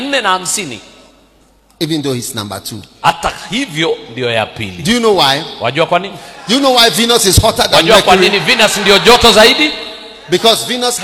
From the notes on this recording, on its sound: Preached at the day 2 of the Healing Jesus Campaign Pastors Conference in September 2023, Narok, Kenya.